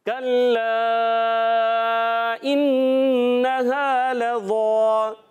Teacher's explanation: حرف مدہ کے بعد حمزہ دوسرے کلمے میں آنے کی وجہ سے مدہ منفصل ہو جائے گی، دو ڈھائی الف اس کو کھینچ کر ہم پڑھیں گے